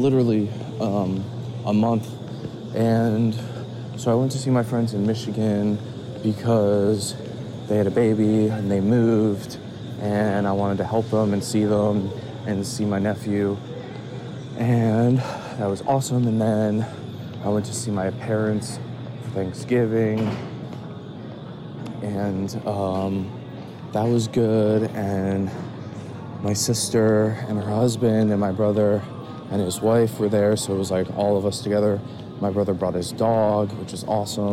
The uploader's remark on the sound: I have to board this plane in 5 minutes. Live from the indianapolis airport in canada.